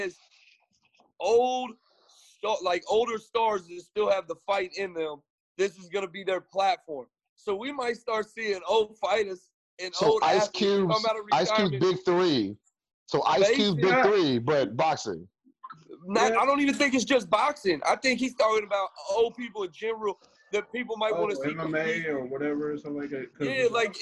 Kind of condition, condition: link, video call